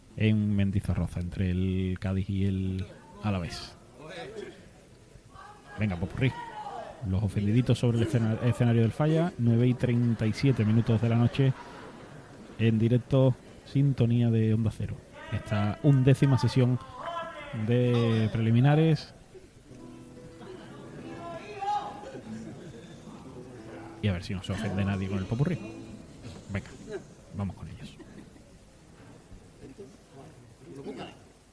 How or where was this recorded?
live audience